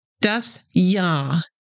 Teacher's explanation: the R at the end is not pronounced